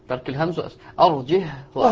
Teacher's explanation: يقرآن بترك الهمز وإسكان الهاء